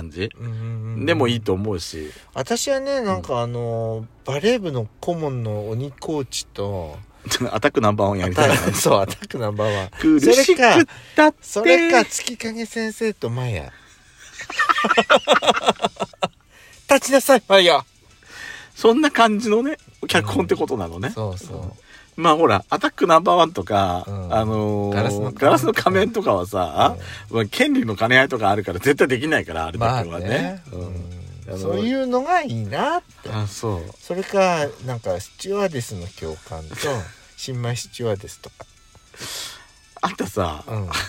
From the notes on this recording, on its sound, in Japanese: パーキング収録